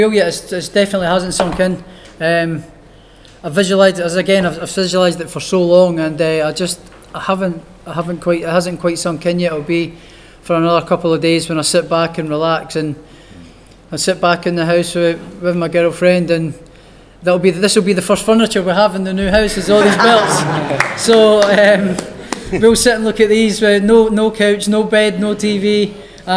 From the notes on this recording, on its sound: POST FIGHT PRESS CONFERENCE | Matchroom Boxing.